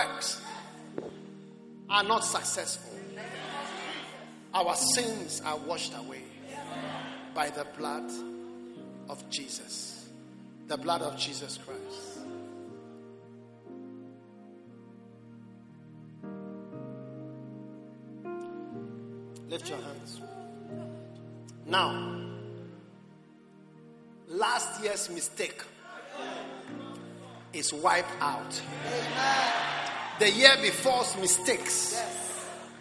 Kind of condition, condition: setting, large echoing room